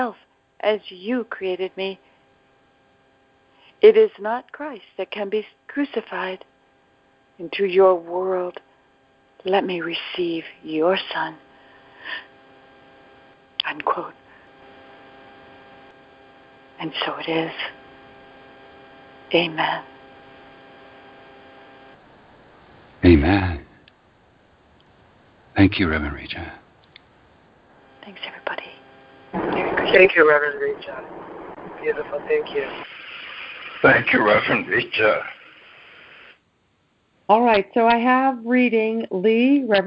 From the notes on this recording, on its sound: ACIM Daily Conference Call.